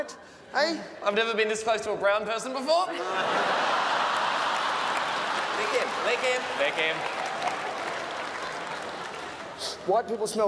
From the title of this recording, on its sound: 2016 Melbourne International Comedy Festival Great Debate